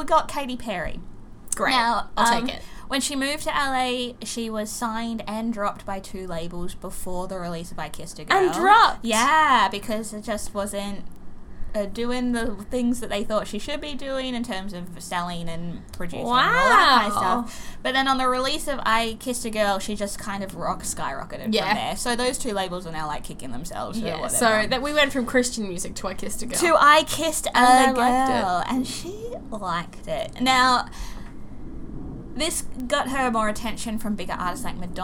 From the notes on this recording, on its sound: We're sorry for the fan noise.. It's Summer and we'll die without it.